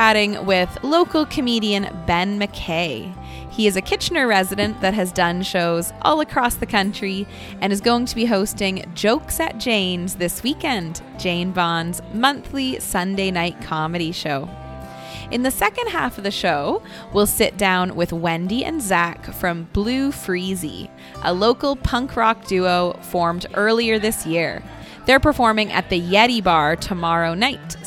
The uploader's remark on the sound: recorded live this week at Jane Bond in Uptown Waterloo